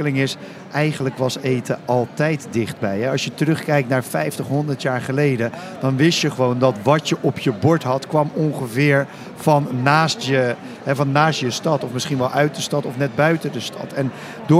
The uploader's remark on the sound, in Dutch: Vandaag live vanaf de Horecava